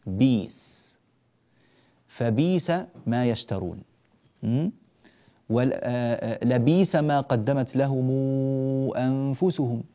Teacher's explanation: بئس هذه عين للكلمة ومع ذلك يبدلها ورش من طريق الأزرق فيقول بيس